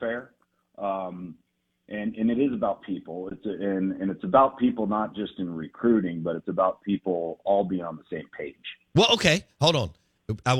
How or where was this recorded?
phone line